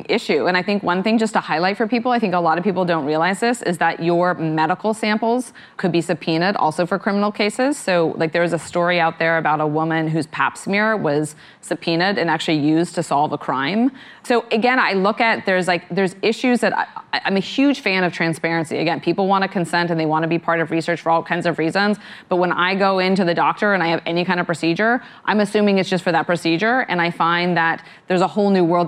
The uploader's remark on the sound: live interview recorded at the Rock Health Summit in San Francisco